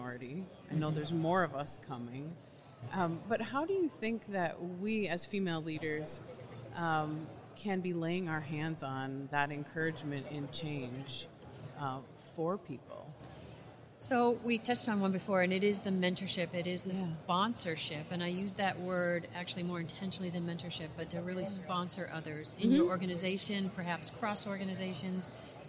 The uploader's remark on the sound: live from the floor of the 2019 NSC Expo